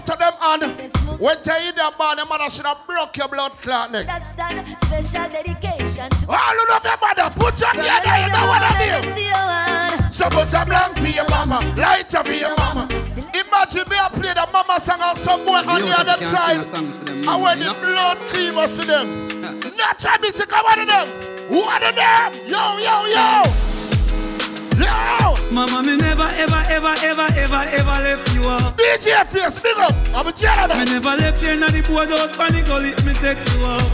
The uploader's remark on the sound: LIVE AT GOVERNMENT BIMMA PARTY 26TH DEC 2021